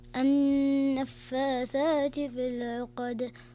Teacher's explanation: النون المشددة يكون الحكم فيها غنة بمقدار حركتين فتقرأ النفاثات في العقد ومن شر حاسد إذا حسد أحسنت